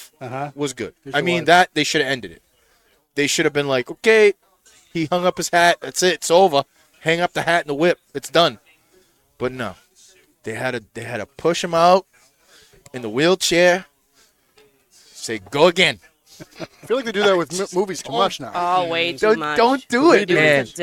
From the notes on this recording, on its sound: Recorded live from the 7-20-4 Lounge!